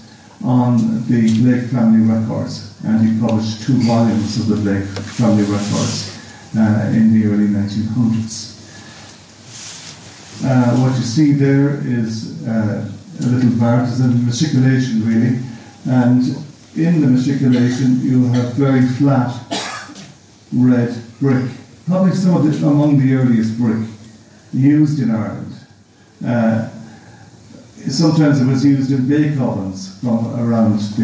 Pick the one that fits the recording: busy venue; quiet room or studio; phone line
busy venue